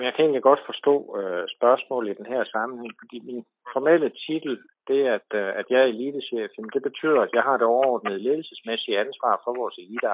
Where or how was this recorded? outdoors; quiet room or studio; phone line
phone line